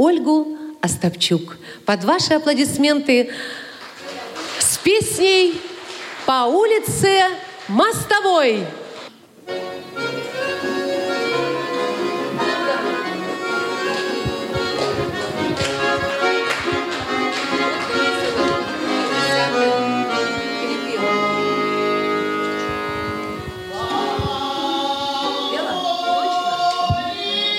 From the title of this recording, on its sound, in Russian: Актуальный репортаж. Торжественное открытие фестиваля «Крымская осень 2023»